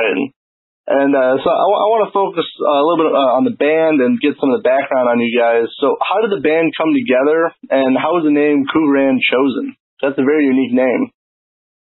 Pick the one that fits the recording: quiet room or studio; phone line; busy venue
phone line